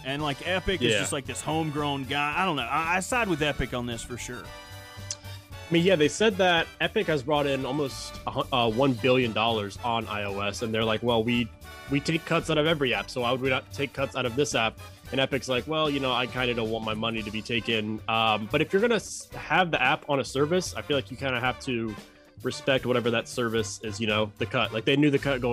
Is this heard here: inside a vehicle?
no